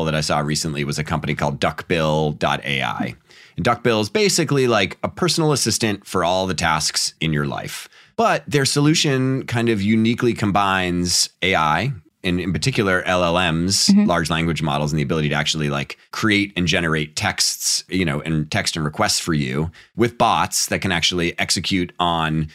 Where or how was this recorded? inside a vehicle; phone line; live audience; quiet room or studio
quiet room or studio